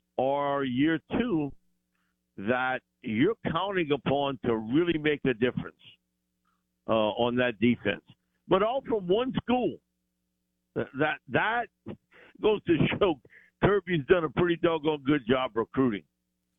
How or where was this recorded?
phone line